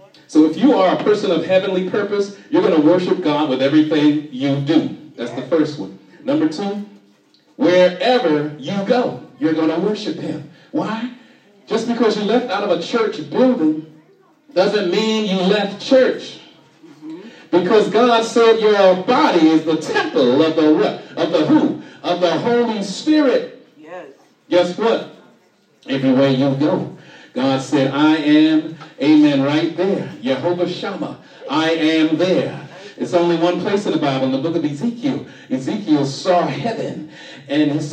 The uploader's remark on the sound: shared this message live on 2/11/24 at the Island Nursing and Rehab Center